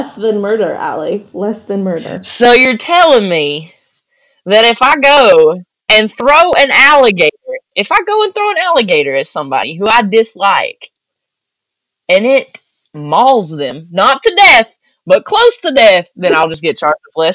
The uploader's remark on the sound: Please excuse the audio quality for our first one!